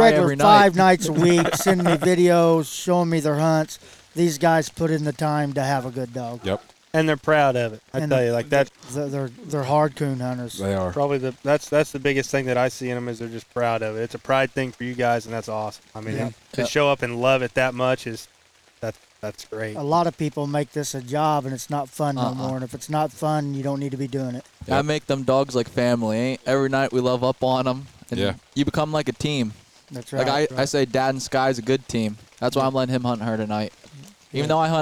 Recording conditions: busy venue